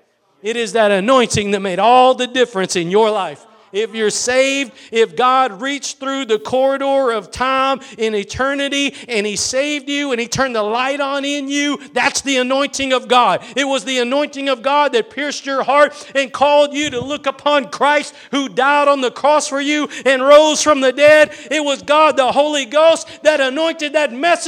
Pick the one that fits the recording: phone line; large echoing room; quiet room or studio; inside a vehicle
large echoing room